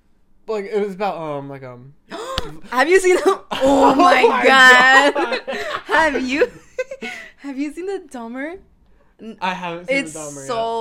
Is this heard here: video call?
no